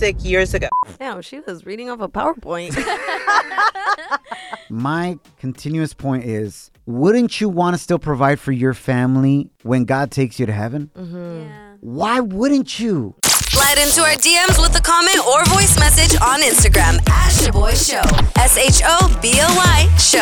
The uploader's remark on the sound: we opened up the phone lines